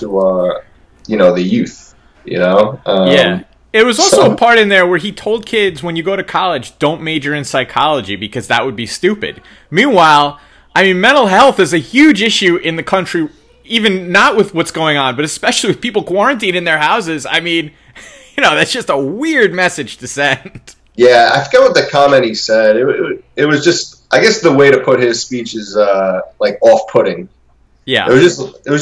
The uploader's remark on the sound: Please bare with us through some recording difficulties.